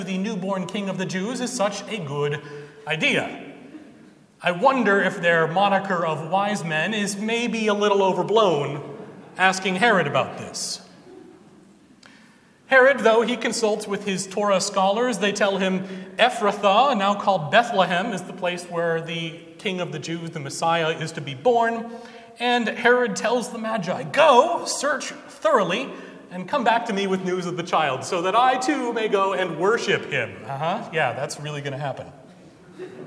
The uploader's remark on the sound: At Trinity Presbyterian Church in Bixby, Oklahoma.